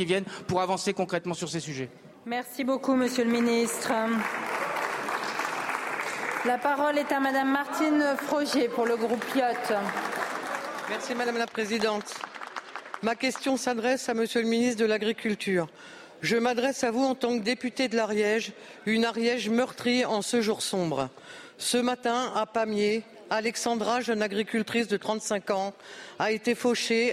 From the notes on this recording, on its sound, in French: Malgré ce moment de deuil, le ton de la séance est virulent, sous les cris des oppositions, qui donnent de la voix dans l'hémicycle pour défendre la cause des agriculteurs.